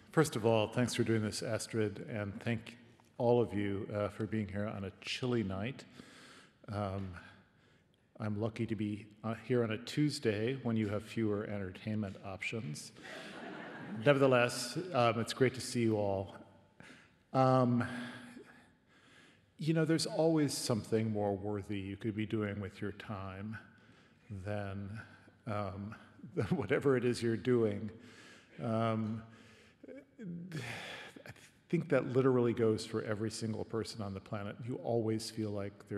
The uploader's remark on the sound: This podcast was recorded at The Capitol, Melbourne. Presented in partnership with RMIT Culture.